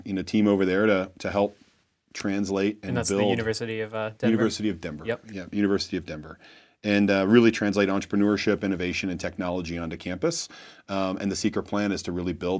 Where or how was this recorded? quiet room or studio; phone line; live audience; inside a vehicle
quiet room or studio